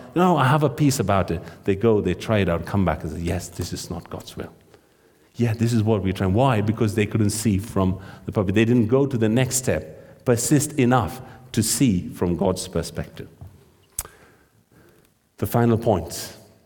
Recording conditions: large echoing room